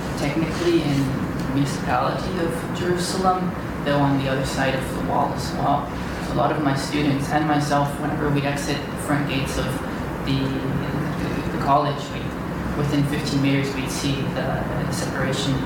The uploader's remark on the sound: Recorded March 23, 2015 in Meyer Auditorium at Lake Forest College.